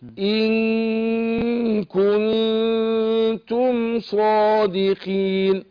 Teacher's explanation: الغنة مقدارها حركتين في الاخفاء · Term: الإخفاء